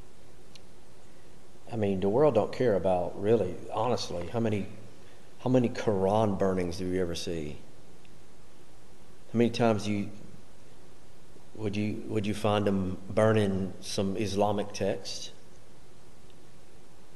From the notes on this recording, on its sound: Recorded during Wednesday night Bible Study.